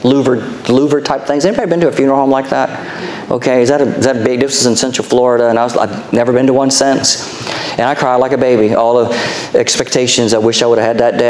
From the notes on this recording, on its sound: Our Sunday Evening Service podcast, recorded live July 9, 2023